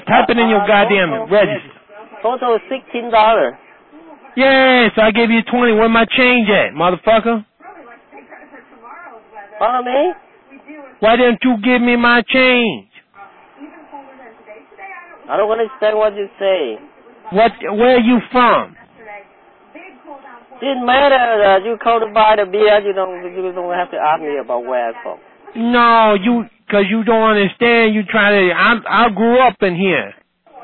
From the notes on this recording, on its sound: RBCP's Personal Prank Phone Calls Collection